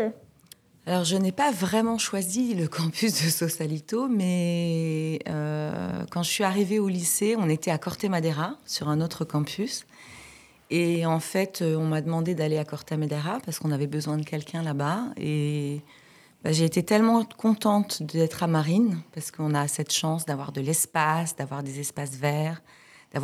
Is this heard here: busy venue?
no